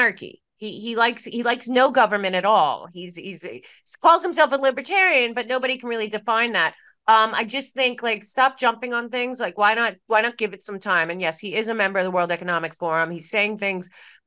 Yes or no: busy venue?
no